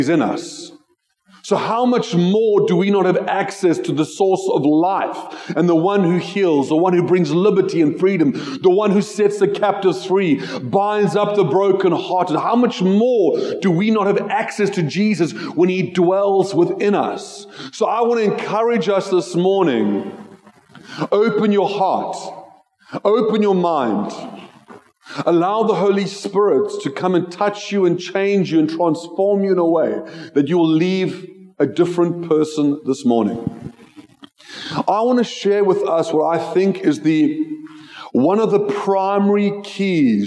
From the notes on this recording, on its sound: Joshua Generation Church Milnerton congregation